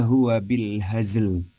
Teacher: Huruf zai sukun asli bertemu dengan huruf lam yang sukun karena sebab waqaf. Harus dibaca jelas dua-duanya. · Term: dua sukun bertemu